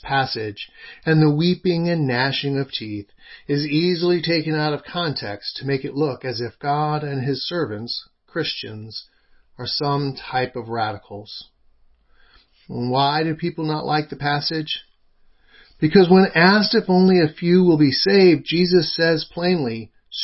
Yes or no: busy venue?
no